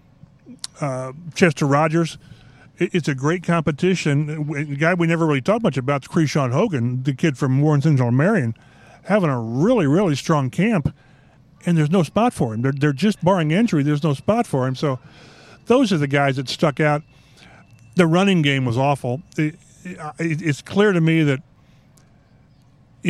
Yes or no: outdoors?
yes